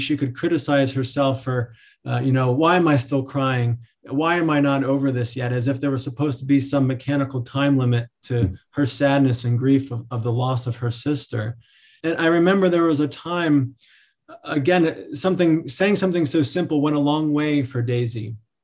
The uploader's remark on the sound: This episode features audio from one of our recent webinar presentations.